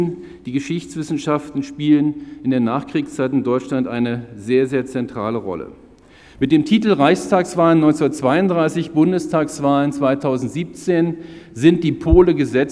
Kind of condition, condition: setting, large echoing room